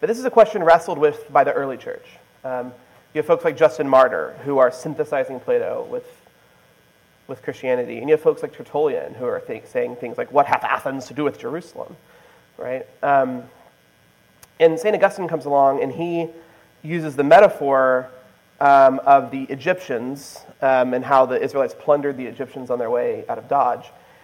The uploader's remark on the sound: This is the presentation I gave at the Society for Classical Learning Conference in June 2023.